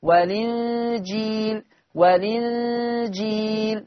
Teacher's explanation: والإنجيل، خلاص إحنا مفروض بقى شربنا النقل، خلاص والإنجيل، يبقى لما هعمل النقل هتبقى المنطوق لام مكسورة